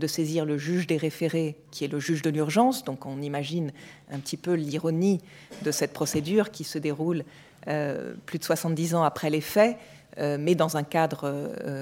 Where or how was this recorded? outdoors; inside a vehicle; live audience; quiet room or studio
live audience